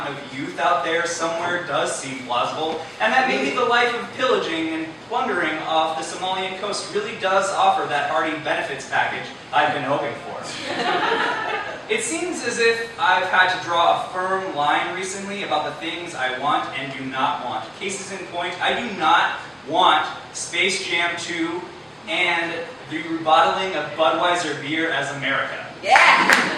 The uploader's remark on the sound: Despite massive microphone failure.